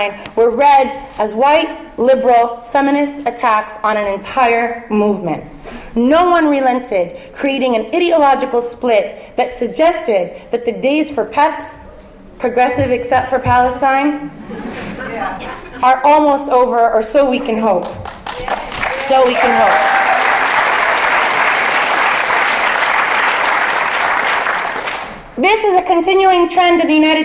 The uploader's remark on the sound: This panel was held on November 19th, 2017 at the Middle East Studies Association's (MESA) annual conference.